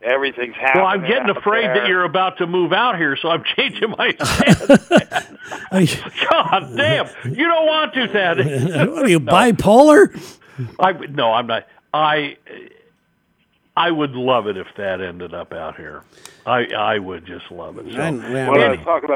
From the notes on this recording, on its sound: We take a phone call